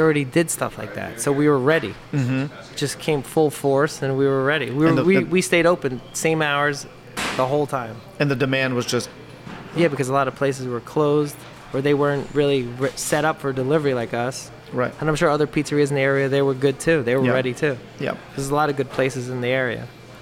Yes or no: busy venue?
yes